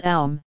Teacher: Om, O-M, is pronounced Om, but Aum, A-U-M, is Aum, the two vowels being sounded distinctly, and the M in both cases sounded vibrating within the skull